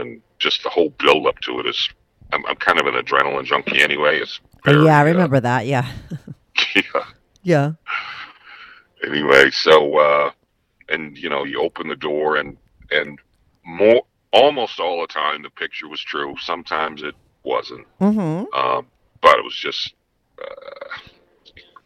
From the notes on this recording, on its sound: He calls in to talk all about it.